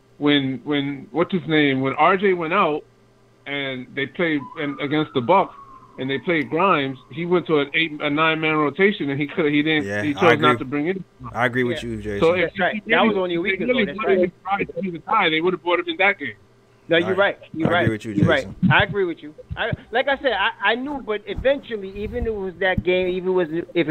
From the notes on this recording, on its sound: Take callers LIVE while discussing the game.